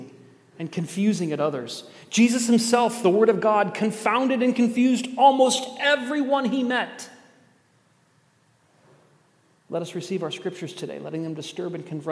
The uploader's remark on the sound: At The Table worship gathering on Sunday, August 6th.